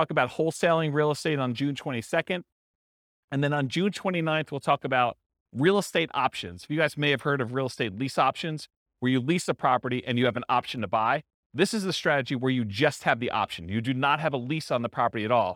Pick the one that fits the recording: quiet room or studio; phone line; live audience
live audience